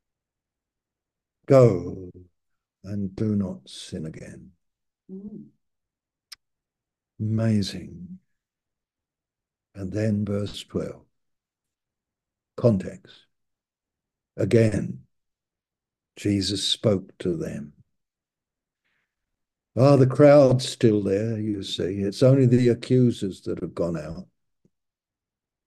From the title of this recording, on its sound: Malaysia Meets (Zoom)